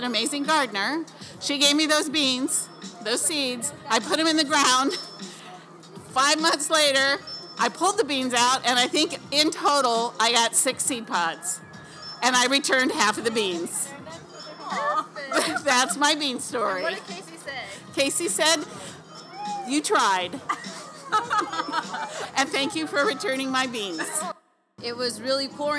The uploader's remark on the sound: Live from Viva CalleSJ